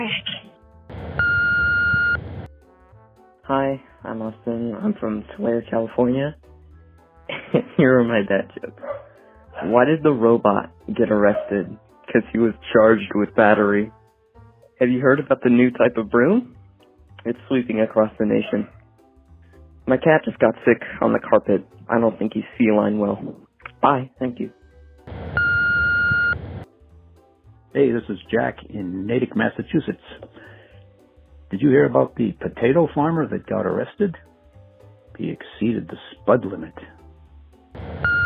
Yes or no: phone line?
yes